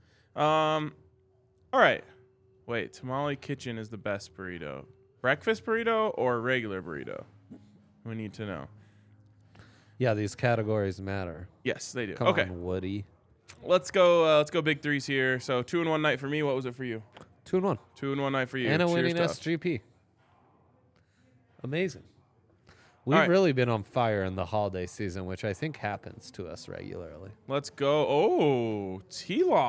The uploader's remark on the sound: LIVE from the DNVR Bar